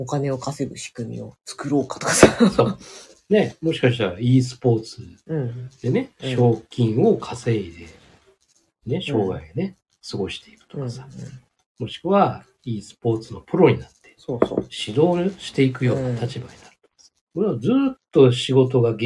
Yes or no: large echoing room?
no